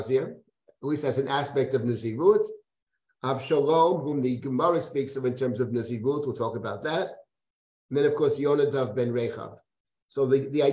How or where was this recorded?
video call